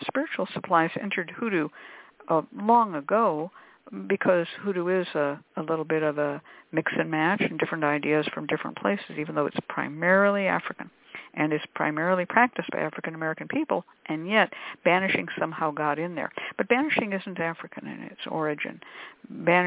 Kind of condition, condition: link, phone line